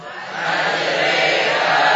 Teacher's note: huruf ra yang mengalami imalah ya, walaupun asalnya maftuhah, maka hilanglah sifat tafkhimnya, ya. Jadi kita baca majri tanpa tafkhim.